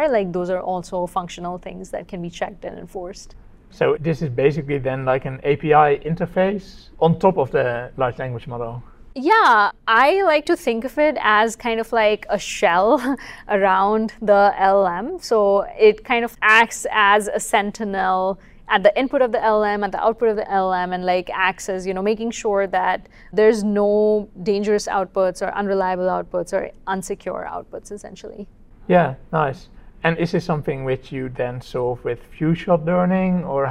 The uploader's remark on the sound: Live from the venue of the QCon San Francisco Conference.